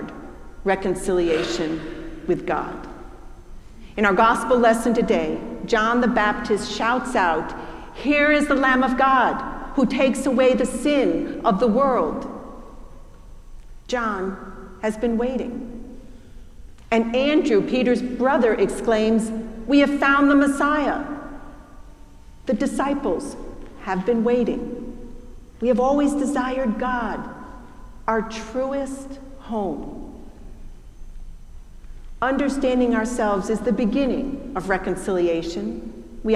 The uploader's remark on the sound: preached at our celebration of the Holy Eucharist